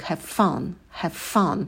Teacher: Have fun. А вот в слове have у нас может пропадать звук в. Его может быть и не слышно, особенно в быстрой речи, потому что на стыке получается много согласных, и это звучит как have fun.